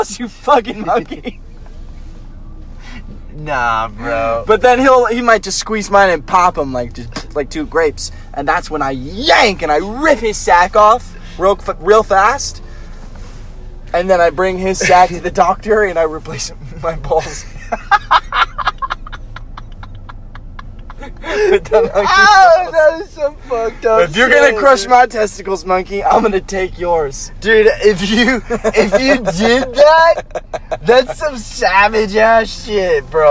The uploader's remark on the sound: Driving and laughing some more in this one!